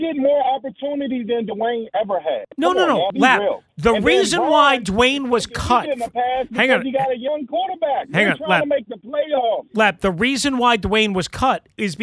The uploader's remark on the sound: Call lines open up